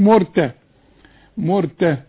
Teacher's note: التاء مرققة في المصحف كله